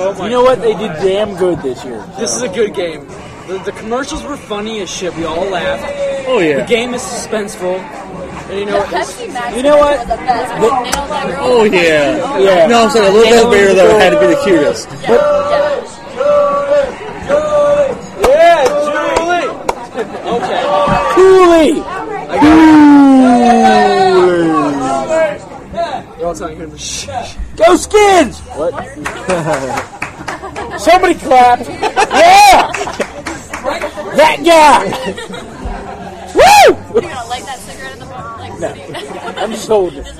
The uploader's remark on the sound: LIVE from Glory Days